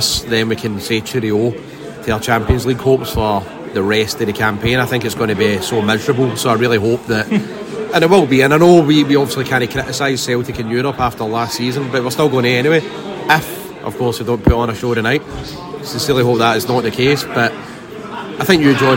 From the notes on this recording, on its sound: Recorded at MOLLY MALONES . Recorded at MOLLY MALONES .